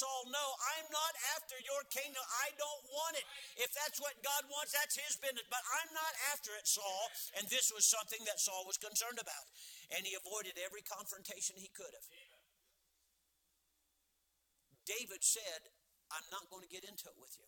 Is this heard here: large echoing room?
yes